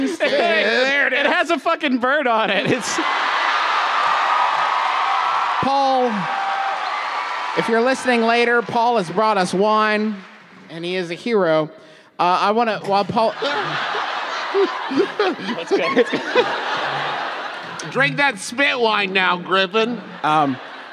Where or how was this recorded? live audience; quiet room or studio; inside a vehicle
live audience